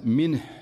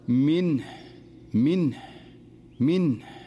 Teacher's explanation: ومثال ذلك في قوله تعالى، وهي كثيرة في القرآن، عندما يقف على كلمة منه، فإذا وقف عليها فلا يقول منه، هنا تحركت النون، والصحيح أن تكون ساكنة، فإذا وقف عليها القارئ أن يقول منه منه منه بهذه الطريقة، يسكن النون ولا يهمل إظهار الهاء · Shown in: second take · لأن الهاء حرف ضعيف، فإذا سكنت النون قد تختفي الهاء، وهذا خطأ أيضا. · Term: سكون النون